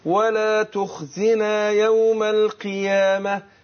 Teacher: القاف المكسورة بتاخد أدنى درجات تفخيم